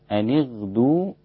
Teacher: أما في الغين فهي أنغدو، بأن تكون الغين في أدنى مرتبة من مراتب التفخيم